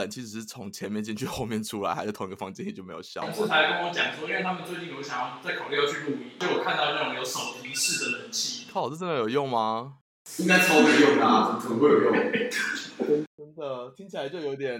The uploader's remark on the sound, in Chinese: 體驗浴室全裸錄音，回音響徹天際。這個音質，神仙也難救。